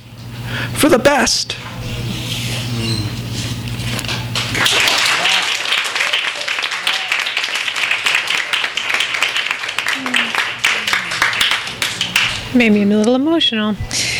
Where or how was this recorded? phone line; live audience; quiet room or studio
live audience